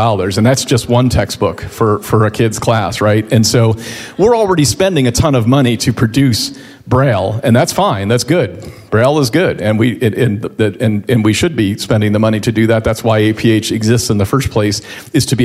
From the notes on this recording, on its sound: 2023 DC Leadership Conference Luncheon Speakers